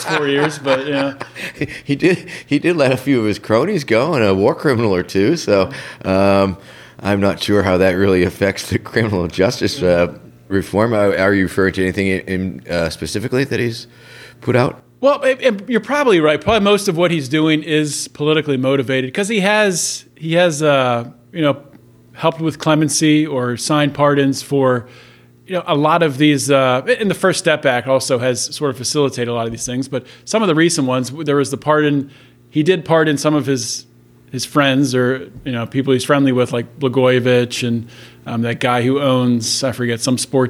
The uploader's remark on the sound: These interview were recorded in-person at the Libertarian Party of Pennsylvania Convention in Philadelphia last weekend.